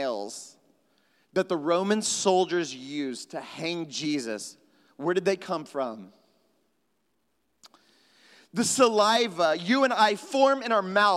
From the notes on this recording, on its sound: at Trinity Church, Puerto Rico